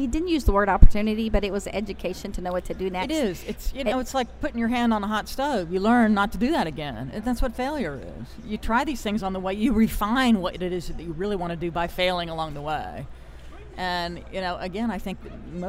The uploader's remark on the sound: BROADCAST LIVE FROM THE SAGE SUMMIT 2015 IN NEW ORLEANS, LOUISIANA